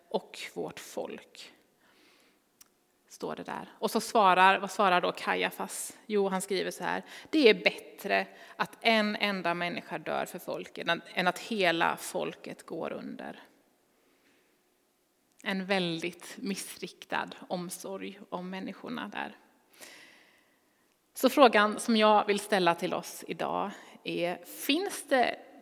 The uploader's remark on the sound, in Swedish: Inspelning från Immanuelskyrkan Skövde.